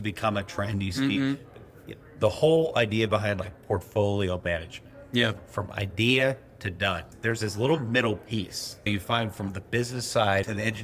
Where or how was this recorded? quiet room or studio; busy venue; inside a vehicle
busy venue